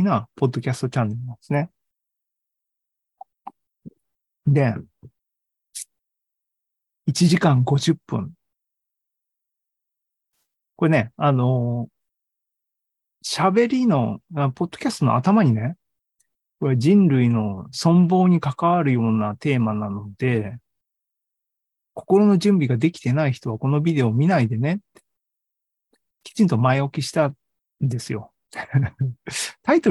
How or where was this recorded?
video call